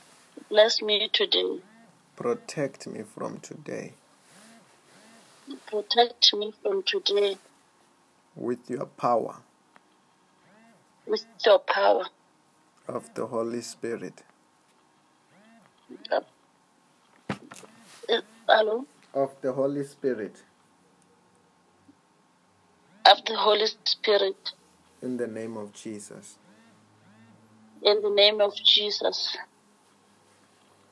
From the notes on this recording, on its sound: Healing over the phone in JESUS NAME in Botswana.